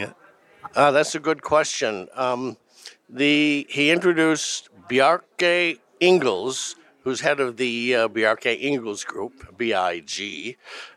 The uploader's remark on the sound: Reporting live from the Consumer Electronics Show in the Mojave Desert. Also, a live interview with executives from Infineon and Texas Instruments.